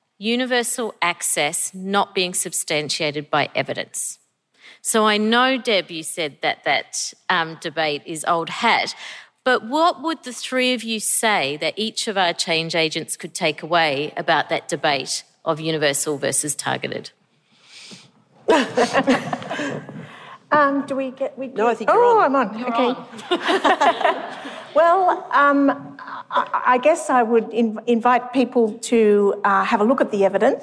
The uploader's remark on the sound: A series of conference presentations from the Victorian Government's Realising the Potential Conference. The audio for this session has been generously provided by the Victorian Department of Education and Training.